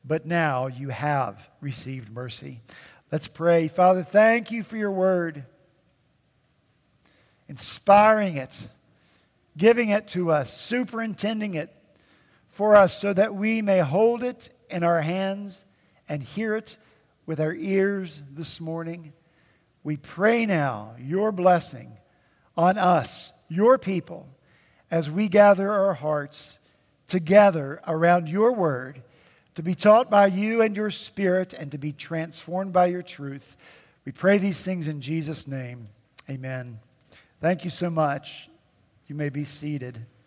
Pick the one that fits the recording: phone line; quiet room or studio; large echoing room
large echoing room